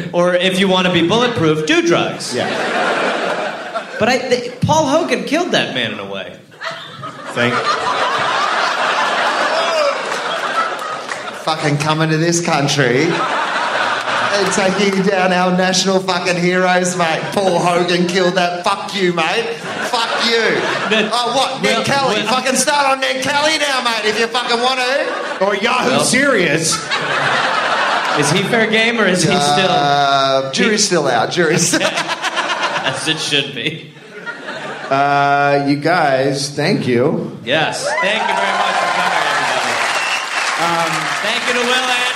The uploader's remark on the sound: Live in Australia. A live episode recorded at the Anthenaeum Theater in Melbourne.